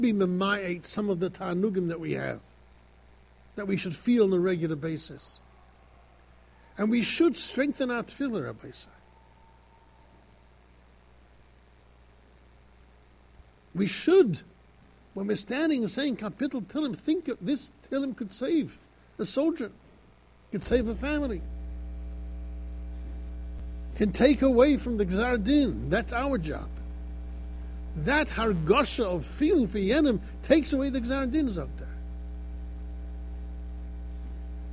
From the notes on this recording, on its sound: Shiur recorded in Yeshivas Ohr Reuven, Monsey, NY.